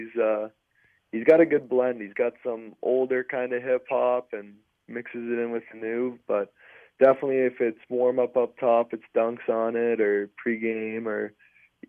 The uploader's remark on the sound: chat over the phone